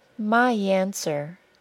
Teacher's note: My answer was linked with a Y sound.